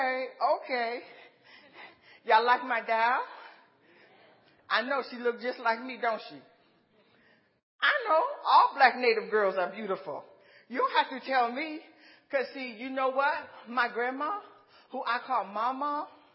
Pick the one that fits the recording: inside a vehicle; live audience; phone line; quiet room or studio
live audience